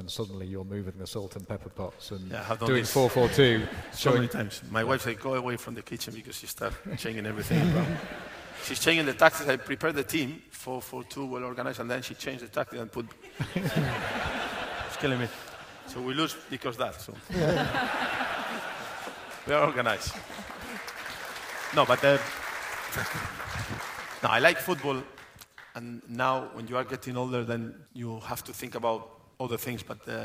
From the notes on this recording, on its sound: The Game Live in Newcastle. A special Times Plus event in Newcastle. In front of a live audience.